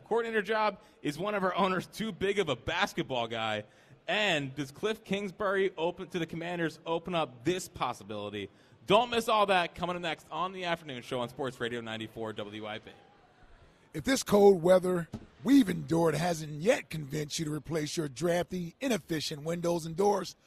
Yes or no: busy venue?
yes